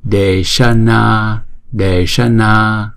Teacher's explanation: d là hai nhịp, chữ na là hai nhịp, chữ sa là một nhịp, mà chúng ta phải ển cong cái lưỡi lên, cái lưng của cái lưỡi đó ển cong lên trên vòm trên và đọc là sa.